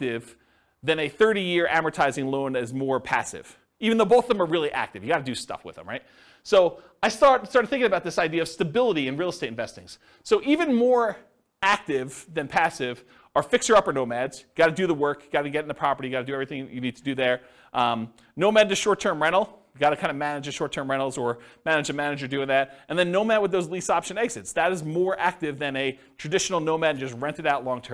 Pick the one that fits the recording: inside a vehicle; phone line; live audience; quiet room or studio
live audience